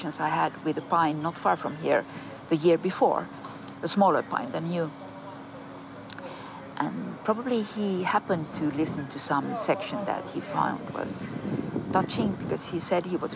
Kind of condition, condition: setting, outdoors